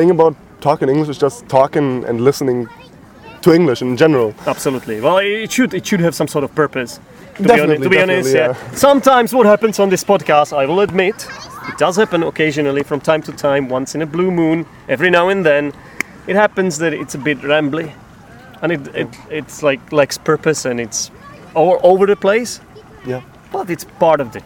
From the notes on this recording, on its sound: recorded at a lake in Podebrady